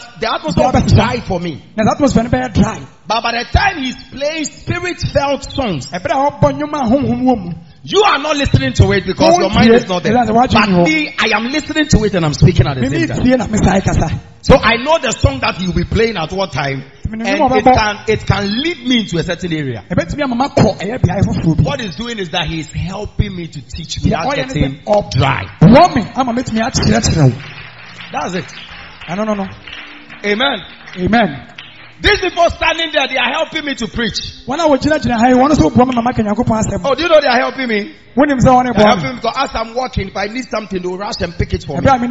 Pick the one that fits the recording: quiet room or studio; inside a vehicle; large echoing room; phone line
large echoing room